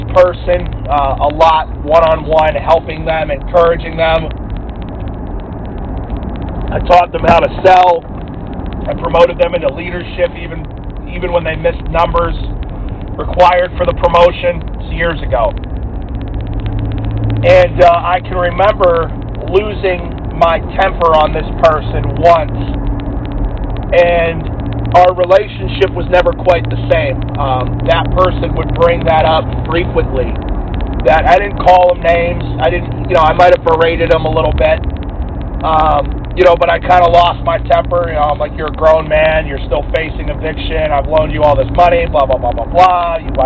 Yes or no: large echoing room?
no